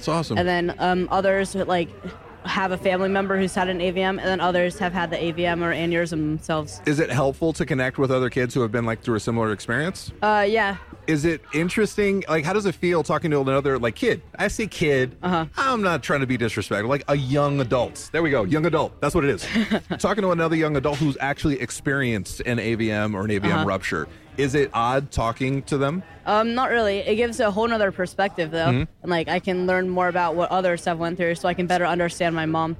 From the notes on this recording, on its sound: The NeuroNerds are hitting the road for this episode! For their 17th Annual TAAFWalk in San Francisco, we recorded our first-ever live speedcasting episode.